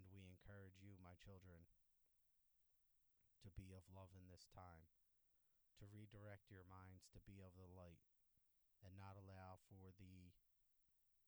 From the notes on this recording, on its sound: Volume Low HeadPhones Needed!!! You need head phones for this one episode.